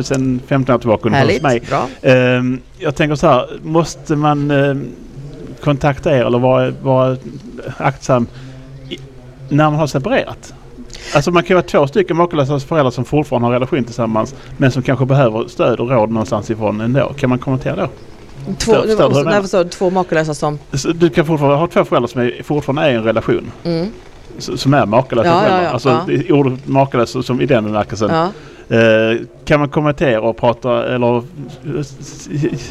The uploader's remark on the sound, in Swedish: Almedalen Special. Vi sänder live från Rigagränd 5 som ligger ett stenkast från Ideella Trädgården i Almedalen.